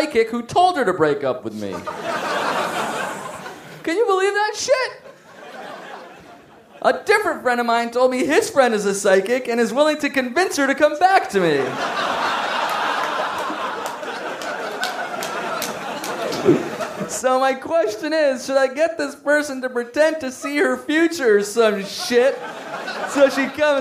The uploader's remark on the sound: Live from Manchester! Recorded at The Lowry in Manchester, UK!